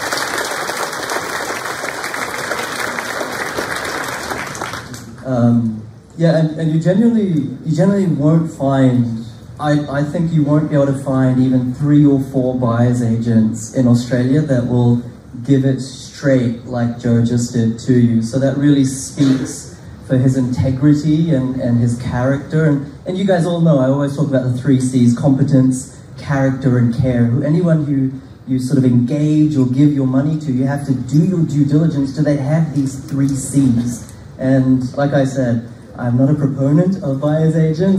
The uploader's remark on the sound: a live in-person Property Meet Up at the Castle Hill RSL Club, Sydney